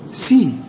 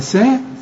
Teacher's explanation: السين تكون أكثر رقة لأنها مكسورة · Shown in: first take